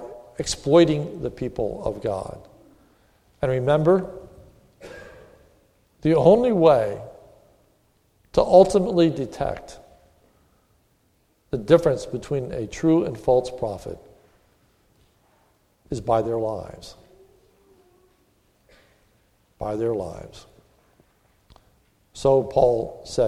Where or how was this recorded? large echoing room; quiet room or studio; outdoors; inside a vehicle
large echoing room